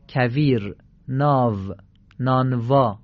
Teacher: اولین حرف، حرف واو هست. حرف واو در فارسی به اصطلاح با لب و دندان گفته میشه.